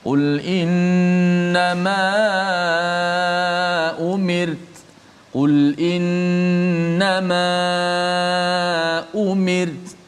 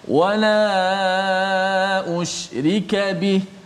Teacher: bacaan itu dibaca dengan panjang bahkan lebih daripada dua harakat